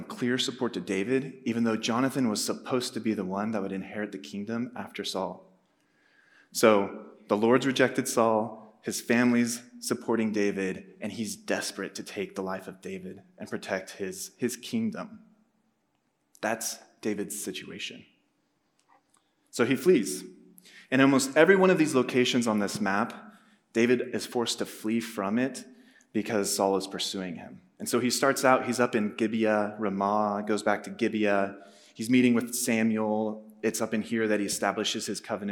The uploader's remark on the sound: Message preached on March 2, 2023 at a Thursday Night Gathering of Coram Deo College Ministry.